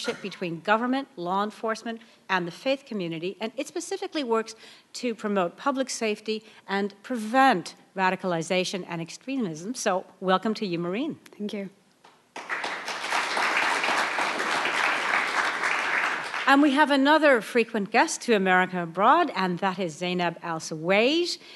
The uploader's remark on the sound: America Abroad teamed up with NPR Berlin for a live town hall event, bringing together audiences at WHYY in Philadelphia and the German Council on Foreign Relations in Berlin, Germany.